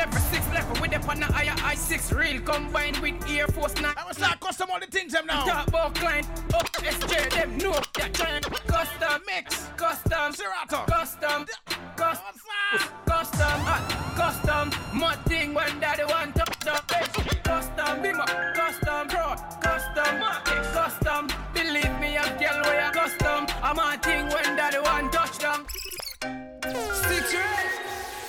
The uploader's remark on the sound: Live audio recording. Jahkno Radio.